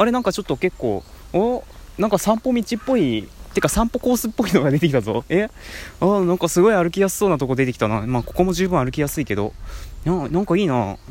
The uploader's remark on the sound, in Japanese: おさんぽしよ。＠とある公園